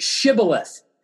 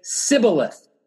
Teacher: And the test is they ask them to say the word Shibboleth, because a person from the tribe of Ephraim can't say Shibboleth. They can only say Sibboleth, because they've lost the SH sound in their vernacular. · Shown in: second take